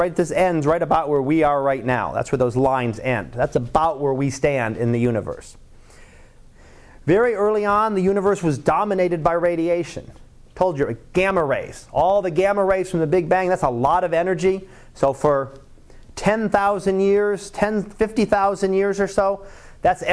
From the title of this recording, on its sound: Live Class Lecture